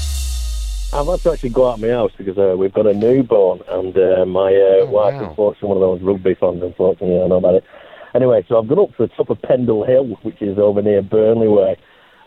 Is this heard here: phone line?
yes